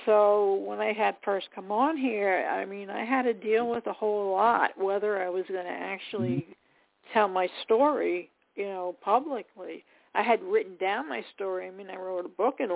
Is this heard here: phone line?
yes